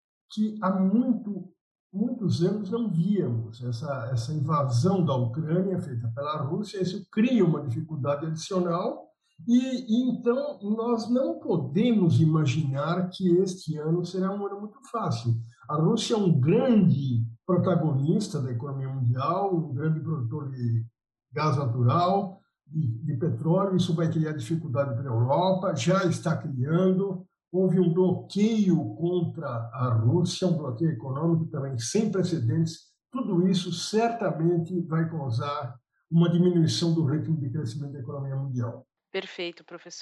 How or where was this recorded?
video call